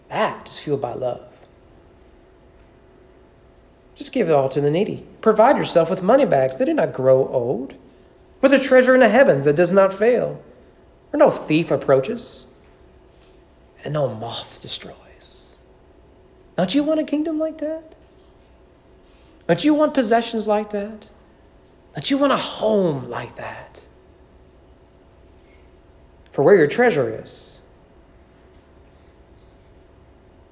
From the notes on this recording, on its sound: Sermon preached on February 7, 2020 during evening worship.